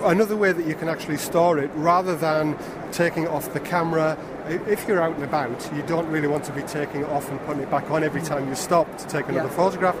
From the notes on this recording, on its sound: Live recordings from The Photography Show 2016. I recorded a number of conversions whilst there.